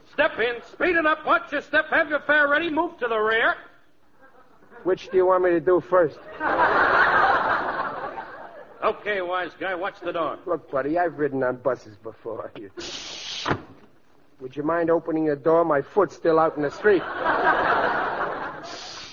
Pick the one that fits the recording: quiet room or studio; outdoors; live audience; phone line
live audience